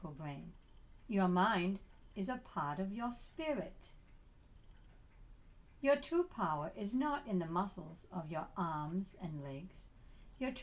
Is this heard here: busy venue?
no